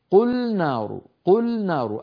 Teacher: اللام والنون من مخرجين متقاربين كما أسلفت منذ قليل، فعلينا أن ننتبه أن لا يقول الواحد منا قل نار، قل نار جهنم، لا لا لا، قل نار، قل نار، اللام لوحدها والنون لوحدها، قل نار جهنم أشد حرا، انتهى الكلام.